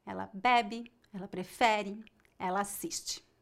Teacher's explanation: Note que a sílaba tônica é a penúltima e a pronúncia da letra e no final é fraca.